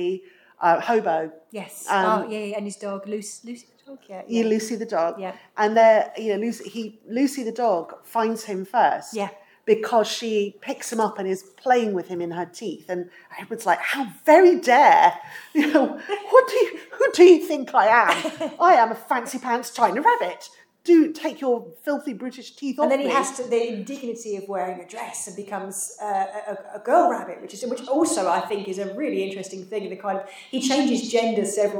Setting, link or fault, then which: fault, echo